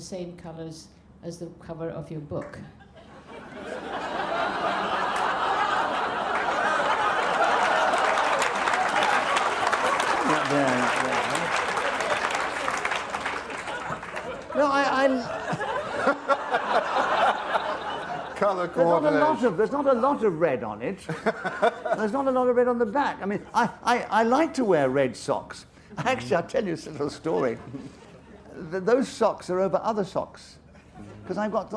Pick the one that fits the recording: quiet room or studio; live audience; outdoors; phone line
live audience